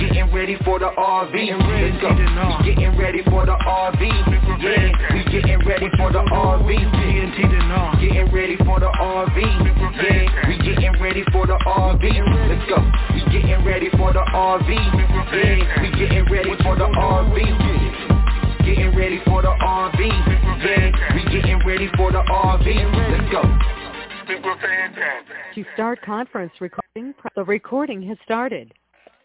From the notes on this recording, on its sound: TNTSuperfantastic Conference Call